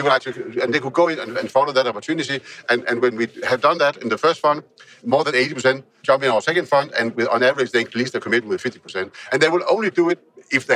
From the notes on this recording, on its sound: Recording this episode during TechBBQ in Kopenhagen. Recording this episode during TechBBQ in Kopenhagen.